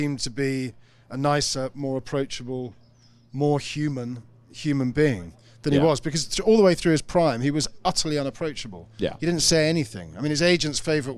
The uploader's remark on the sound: Weekend Storylines at The Open | Live From Scotland. Thank you to Sounder for hosting us at The Open!